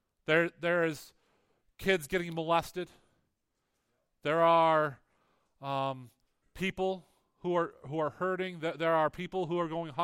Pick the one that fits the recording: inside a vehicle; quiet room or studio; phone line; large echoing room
large echoing room